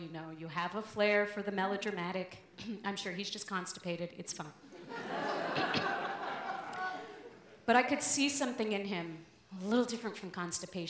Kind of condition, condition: setting, live audience